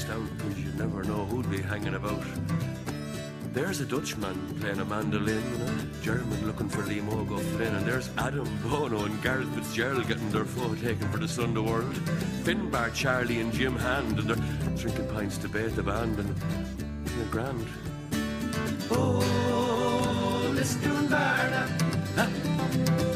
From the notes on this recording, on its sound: The lads do the show live from the Eamonn O'Loghlin inaugural golf tournament